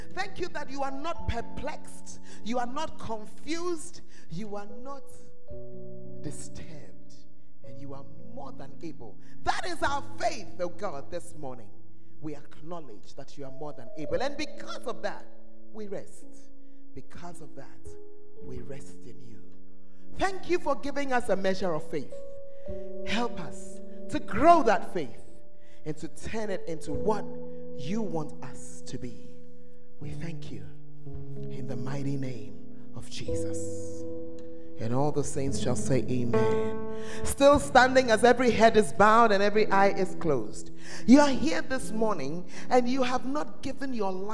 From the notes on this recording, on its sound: Preached at the First Love Center, Ayeduase.